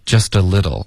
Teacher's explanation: 这个 a little 的 t 也会浊化成一个的的音